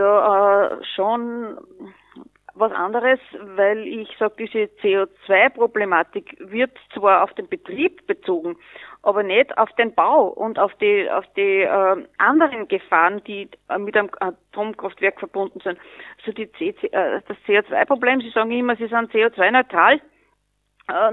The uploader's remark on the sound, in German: HLW Linz/Auhof. Haben wir per Telefon ins Studio und vor den Vorhang geholt.